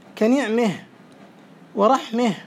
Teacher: ونطق الفتحة بين الفتحة والكسرة · Term: الإمالة الصغرى